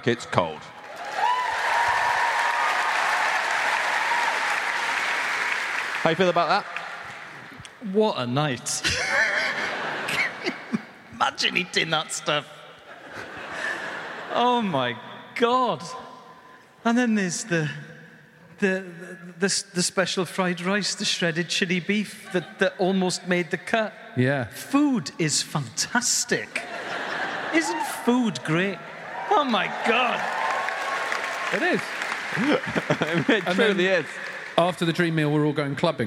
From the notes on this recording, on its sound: Live episode, this one from night one of our two-night residency at London’s Royal Albert Hall. For Storm Productions Group live at the Royal Albert Hall.